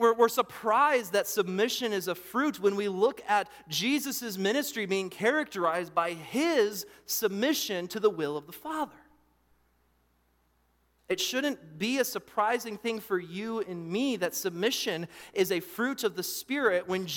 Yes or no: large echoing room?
yes